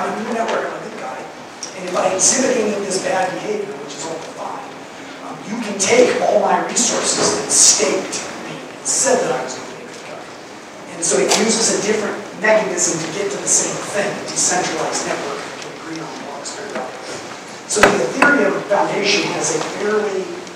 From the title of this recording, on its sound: Fireside Chat at Denver Startup Week